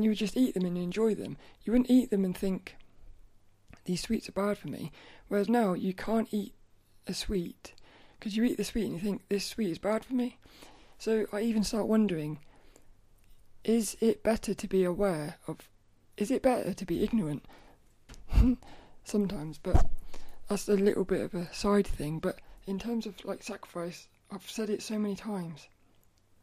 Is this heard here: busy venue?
no